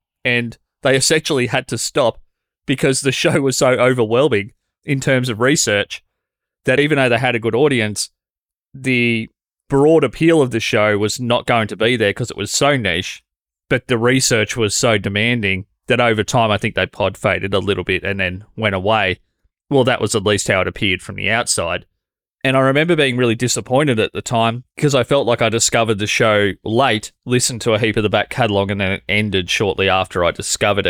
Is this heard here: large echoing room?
no